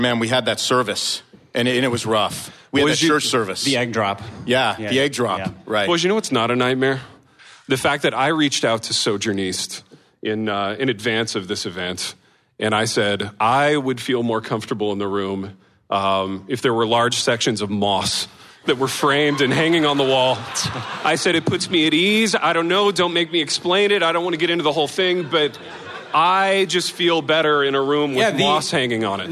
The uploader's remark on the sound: LIVE and in person at a hipster church in East Louisville